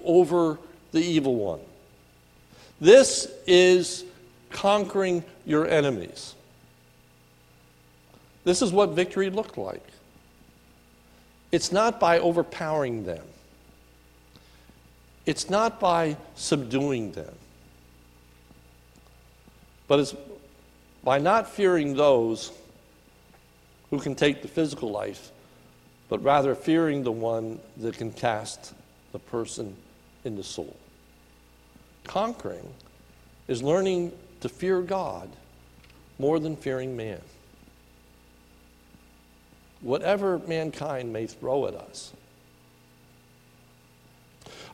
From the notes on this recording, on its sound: sermon recorded at the Lebanon Bible Fellowship Church in Lebanon, PA on 10/28/2018 during the evening service